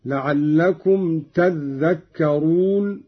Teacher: قرأ قالون بتشديد الذال هكذا: لعلكم تذكرون، على إبدال التاء ذالا وإدغامها في الذال